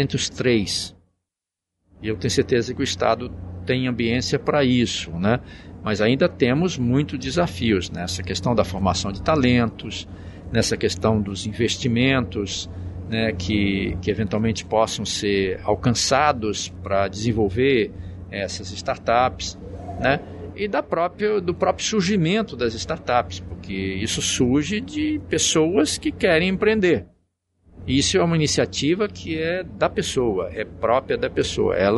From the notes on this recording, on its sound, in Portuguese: Episódio gravado no evento "SEBRAE/ESX - ESPÍRITO SANTO INNOVATION EXPERIENCE".